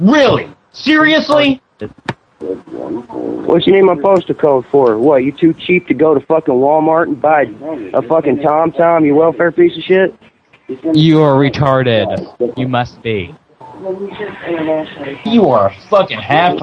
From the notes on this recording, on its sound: Prank Phone Calls